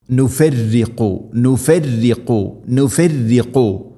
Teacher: ശദ്ദുണ്ടെങ്കിലും തർഖീഖാണ് അഥവാ നേർപ്പിക്കുകയാണ് വേണ്ടത്, പക്ഷേ ശദ്ദ് നൽകിക്കൊണ്ടായിരിക്കണം